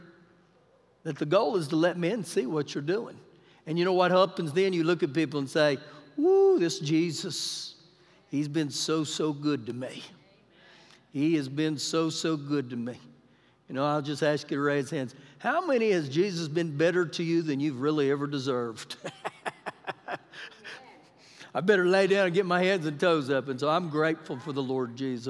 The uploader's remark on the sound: Recorded live during our Wednesday night service